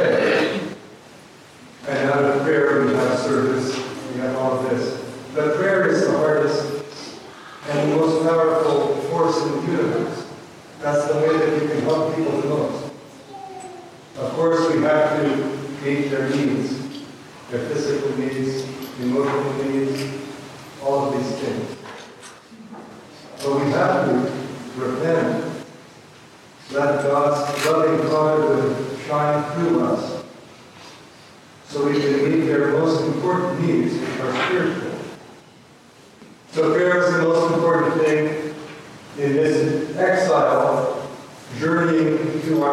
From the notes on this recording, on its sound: please excuse the poor audio quality.